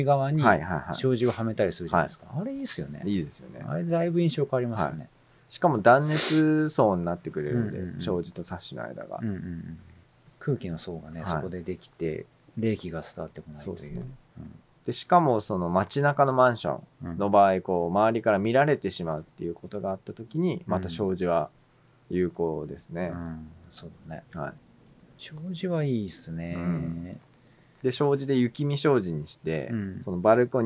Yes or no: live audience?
no